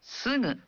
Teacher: Dalam bahasa Jepang, Anda membunyikan G dalam suku kata awal berupa G yang dibunyikan seperti ga, gi, gu, ge, go. Namun, bagi suku kata lain seperti sugu, ucapkan G dalam suara sengau · Term: bunyi sengau